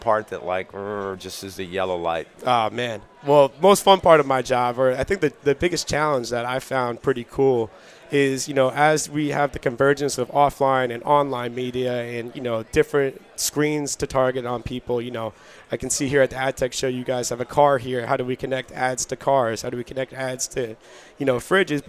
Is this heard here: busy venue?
yes